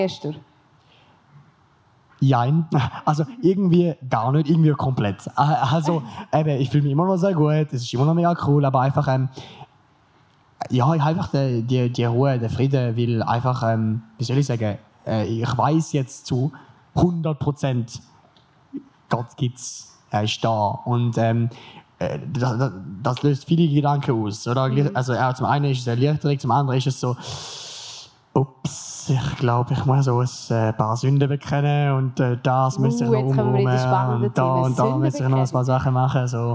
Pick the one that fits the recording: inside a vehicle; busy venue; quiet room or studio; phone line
busy venue